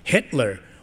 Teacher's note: a two-syllable word with an I in the first syllable, short I, and a short E in the second syllable